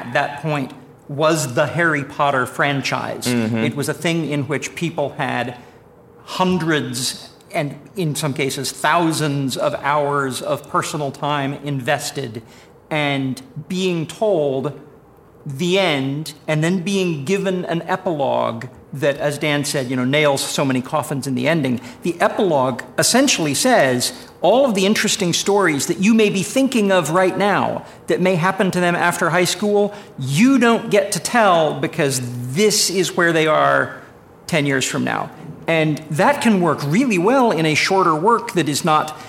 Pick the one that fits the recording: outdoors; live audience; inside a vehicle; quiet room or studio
live audience